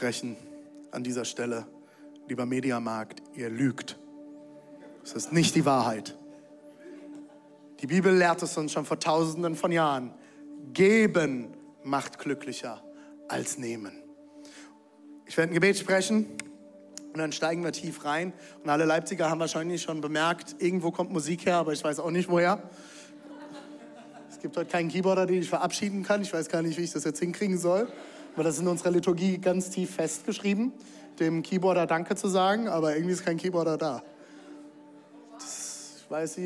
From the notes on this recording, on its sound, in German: Audiomitschnitt der Predigt